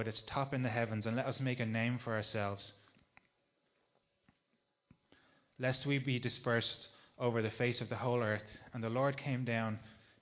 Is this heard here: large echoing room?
yes